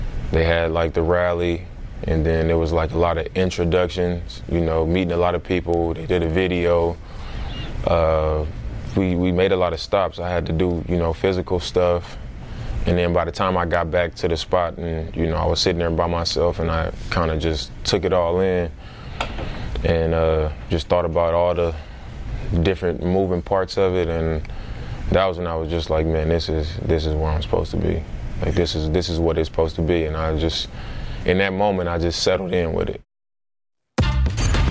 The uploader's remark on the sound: We're live from NBA Media Day!